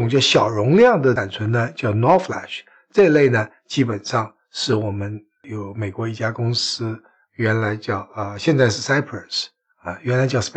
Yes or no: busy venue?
no